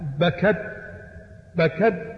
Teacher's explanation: لو أعدمنا الهمس بالتاء، لاحظ بكد، بكد تميل إلى إيش؟ إلى الدال. · Term: الجهر والهمس